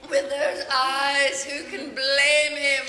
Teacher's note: some of the words, like the syllables, get drawn out, like the way you say eyes, blame, even teeth in this clip